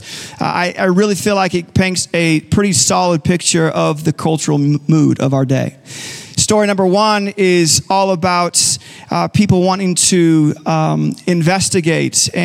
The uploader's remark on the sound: Recorded live at Capital Church in Meridian, Idaho